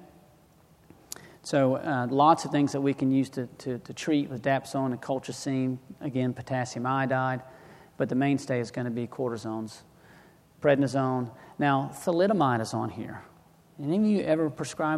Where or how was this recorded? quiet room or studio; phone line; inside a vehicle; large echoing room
large echoing room